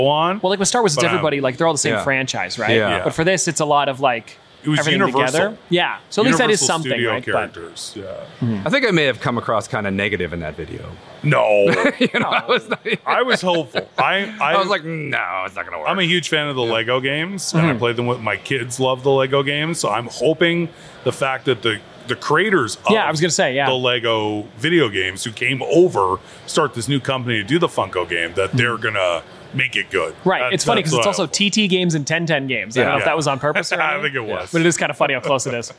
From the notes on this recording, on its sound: We were LIVE at Niagara Falls Comic-Con